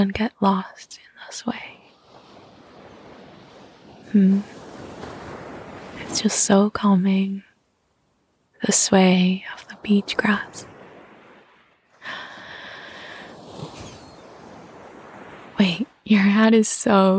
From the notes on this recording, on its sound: It's the best surprise—the sound of waves, seagrass swaying in the breeze, and seagulls dancing in the sky.